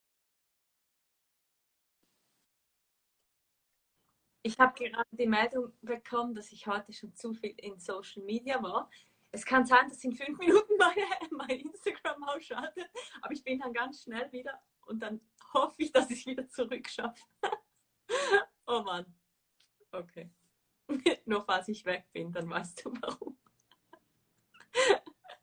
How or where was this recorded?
video call